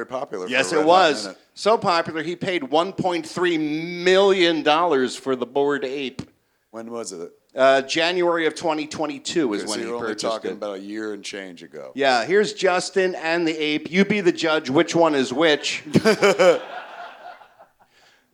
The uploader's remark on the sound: perform live at the Mooby's Pop-Up at San Diego Comic-Con 2023!